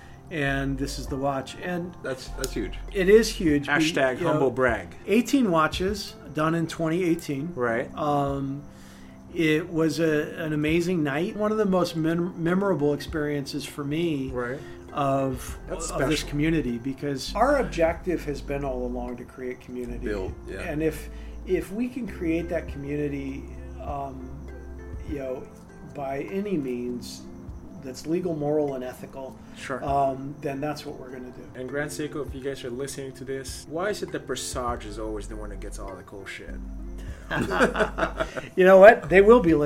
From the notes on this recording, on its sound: On the third installment of the poolside podcast, we sat down. Outside of his Orange County home. Amidst the candlelit ambience.